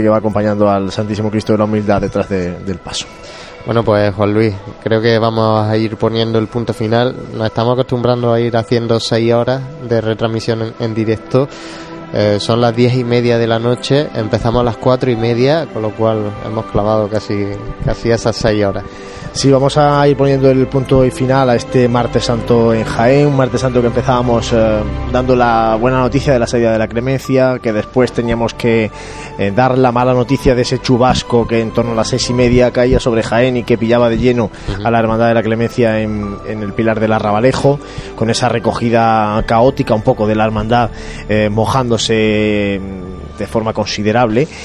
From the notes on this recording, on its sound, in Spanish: Conectamos en directo con la Plaza de las batallas, por donde transcurre la cruz de guía. Emitimos los "sonidos del silencio".